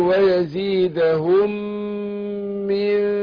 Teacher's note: قل ويزيدهم من فضله، يبقى عملت أنا هنا إيه؟ قل ويزيدهم، الميم أدغمت في الميم، ميم ويزيدهم في الميم بعدها من، فأدغمنا الميم في الميم، لذلك الميم الأولانية معلهاش تشكيل، معلهاش حتى علامة السكون، والميم · Term: ادغام مثلين صغير